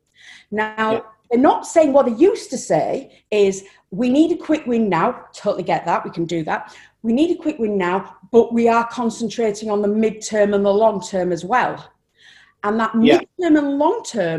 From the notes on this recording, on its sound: This podcast was recorded via Zoom.